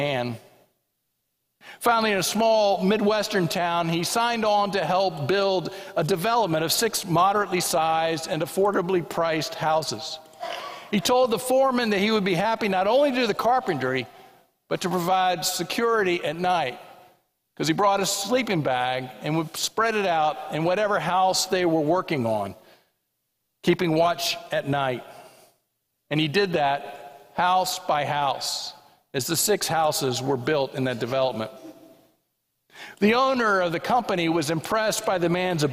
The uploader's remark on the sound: This sermon was preached at the 11:00am Worship Service at First Presbyterian Church of Allentown.